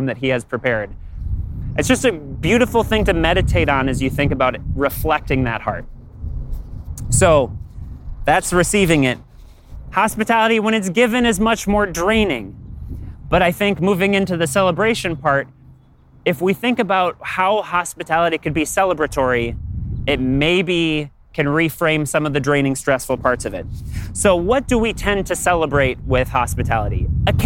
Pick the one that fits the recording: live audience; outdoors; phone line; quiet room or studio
outdoors